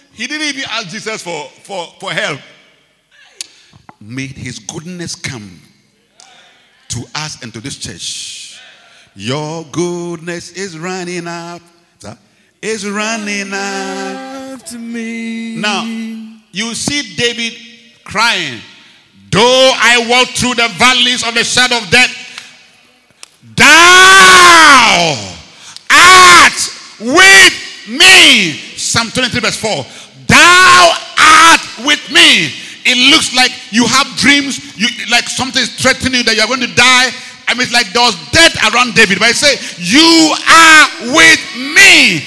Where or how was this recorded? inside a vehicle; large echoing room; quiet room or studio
large echoing room